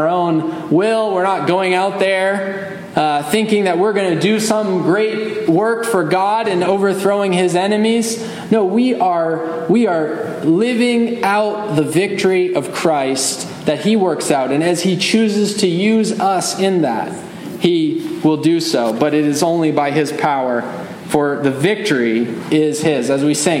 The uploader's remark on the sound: Message delivered Sunday, September 10, 2023 at Mt Carmel Primitive Baptist Church, Bel Air, Maryland